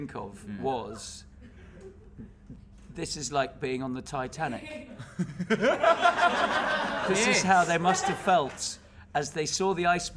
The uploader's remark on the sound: Also, as part of the NZ International Comedy Festival, the boys have recorded the epsiode live in front of an audience in downtown Auckland at New Zealand's only full-time comedy club, The Classic.